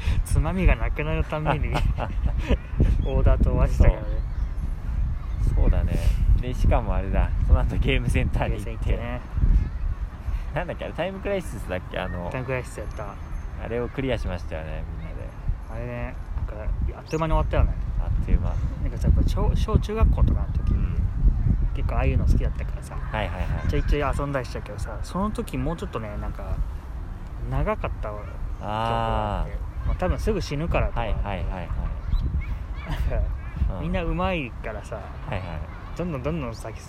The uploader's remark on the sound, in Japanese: 今回の収録は初めての試みということで、近所の公園で収録してみました！とても天気が良かったので、公園で遊ぶ家族連れを眺めながら。